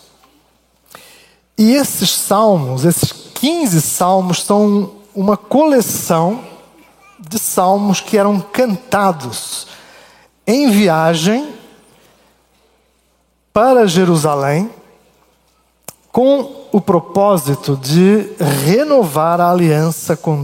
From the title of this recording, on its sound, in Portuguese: Culto Ao vivo IBMorumbi